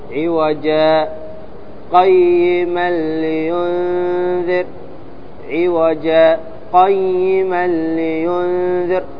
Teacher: فإذا وقفت على عوجاء لن يكون هناك ماذا؟ لن يكون هناك إخفاء، لأن عوجا منونة، واضح. · Term: سكتة لطيفة